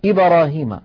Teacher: نسمع أحيانا بعض الإخوة يقولون لقد كان الدال تميل إلى الكسر ميلا واضحا، في إبراهيم مثلا يقولون إبراهيم الباء تميل إلى الفتحة، وهذا أمر لا يصح · Term: القلقلة